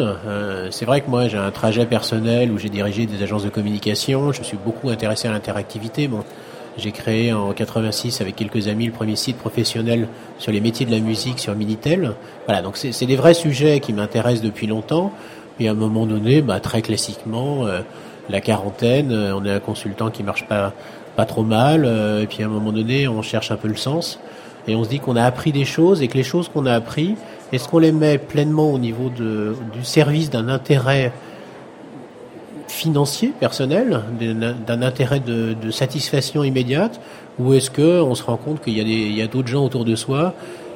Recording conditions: busy venue